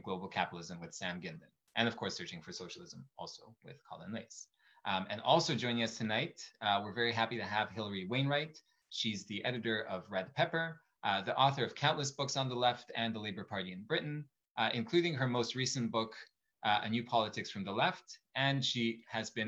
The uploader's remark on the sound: Recording of TWT and Verso's webinar